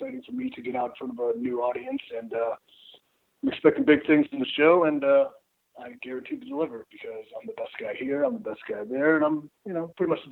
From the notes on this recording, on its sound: Wrapped their weekly media call not long ago. We just released the full audio from the call.